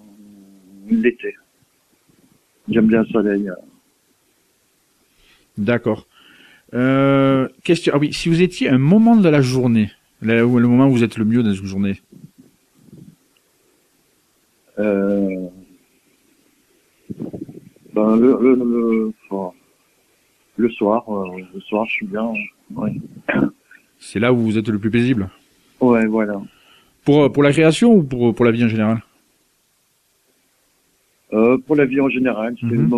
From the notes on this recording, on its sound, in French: reçoit par téléphone